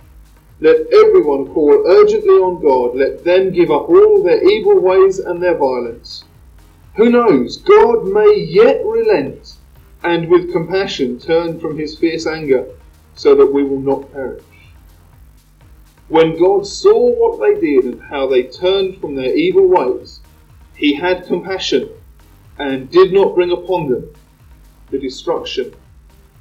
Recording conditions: poor sound quality